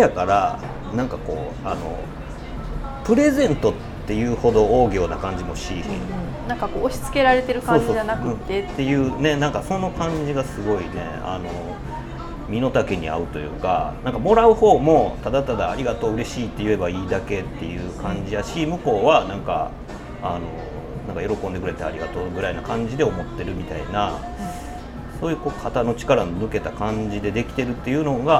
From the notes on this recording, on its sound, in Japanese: 直後に立ち寄った食堂で収録